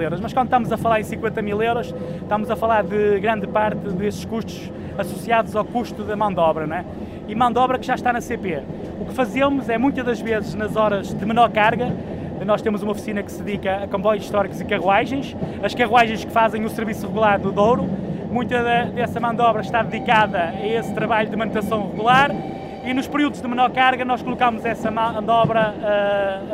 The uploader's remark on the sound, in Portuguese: Episódio gravado numa carruagem napolitana, entre Águeda e Serenada do Vouga, a 25 de Abril de 2021.